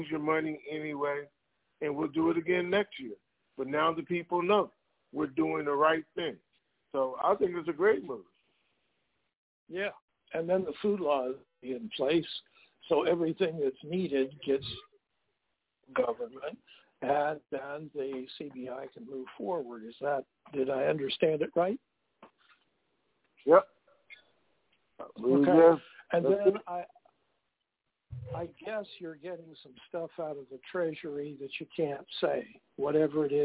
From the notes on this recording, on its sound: TNTSuperfantastic Conference Call